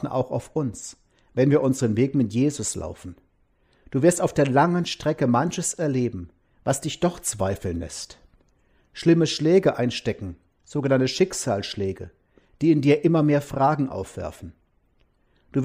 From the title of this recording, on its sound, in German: Gottesdienst am Palmsonntag 2021